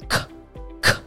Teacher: So in order for you to make the K sound properly, in your mouth, what you want to make sure is that the K, K, this is actually the larger portion of your tongue. The larger portion of your tongue in the back of your throat, it's going to kind of touch the roof of your mouth. But what needs to happen is air needs to come out of your mouth. · the air is pushing over your tongue, coming out, and if you have your hand in front of your mouth, you should be able to feel the air.